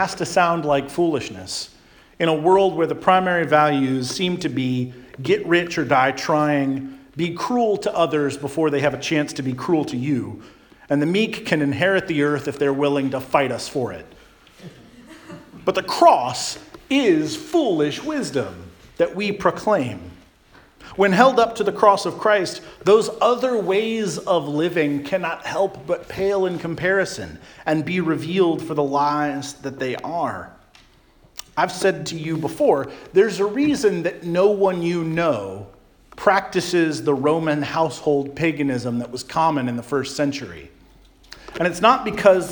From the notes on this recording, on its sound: Charles Anglican Cathedral, Bremerton, WA.